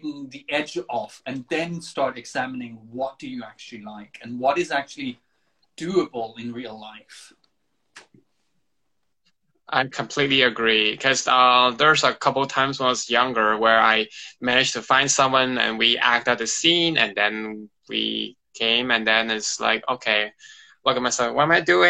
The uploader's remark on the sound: Recorded on 22 August 2020 on Instagram Live